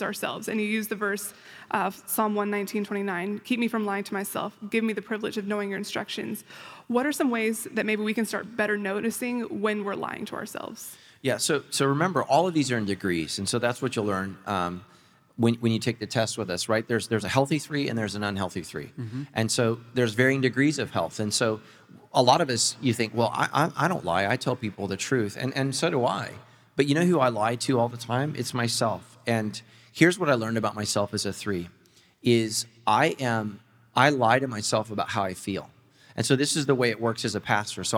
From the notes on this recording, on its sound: Recorded live with 300 of their closest friends